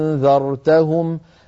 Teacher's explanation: أنذرتهم هكذا نطقها، الهمزة المسهلة نطقها بين الهمزة المحققة وبين الحرف المد المجانس لحركتها، هنا مفتوحة أنذرتهم، هذا الصوت هو في الحقيقة همزة لم ينغلق عندها الوتران الصوتيان كمال الانغلاق، بل ابتعدا عن قليلا فتسرب الصوت قليلا من بين الوترين